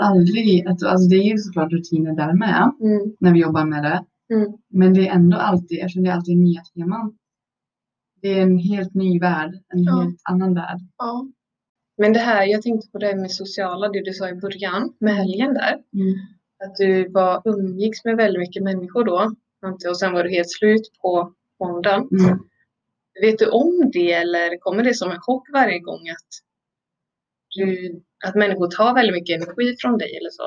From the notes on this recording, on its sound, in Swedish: Ljudet är inte på vår sida helt enkelt.